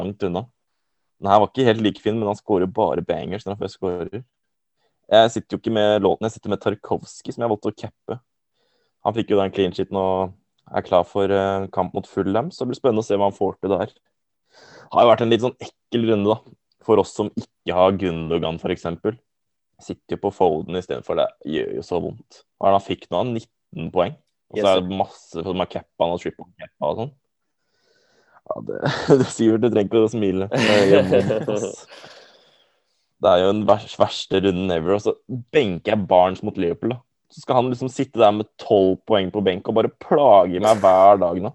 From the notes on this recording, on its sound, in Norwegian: Gutta sitter i zoom studio